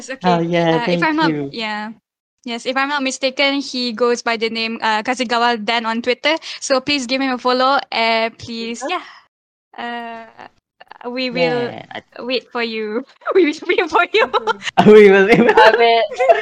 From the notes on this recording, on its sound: This is the recorded version from our live podcast on MYANDORI discord server during 8th May 2021